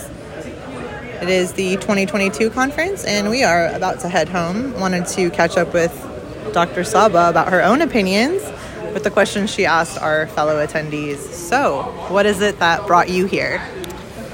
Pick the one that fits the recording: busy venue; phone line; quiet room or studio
busy venue